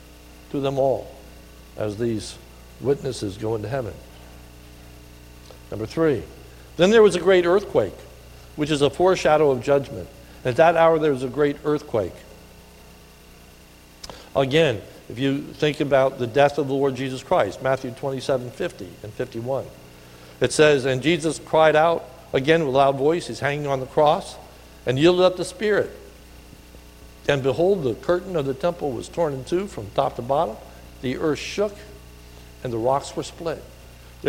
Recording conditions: large echoing room